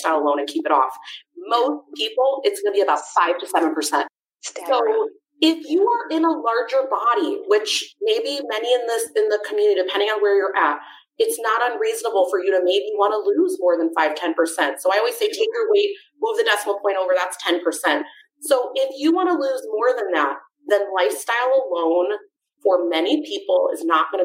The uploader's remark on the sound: We had some technical difficulties this week, so the audio isn't the best.